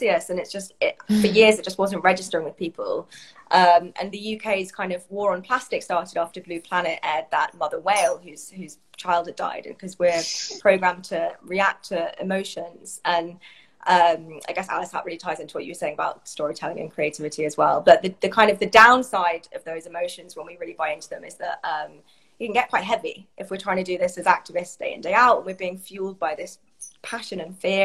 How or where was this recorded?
video call